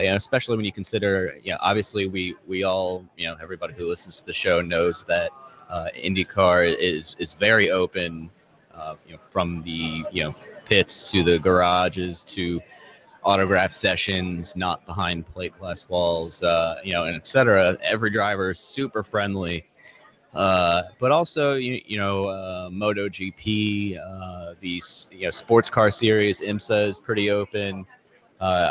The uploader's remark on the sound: Live at PM18 at Pit Lane Parley